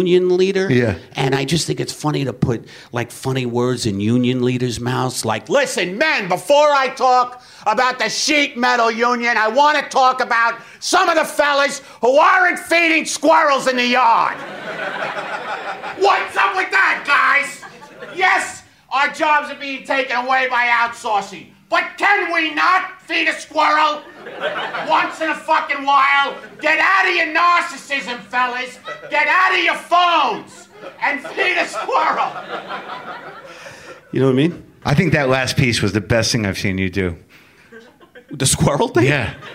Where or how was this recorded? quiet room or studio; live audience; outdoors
live audience